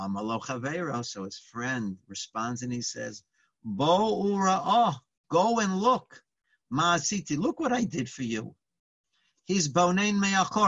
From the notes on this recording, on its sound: Live On Zoom.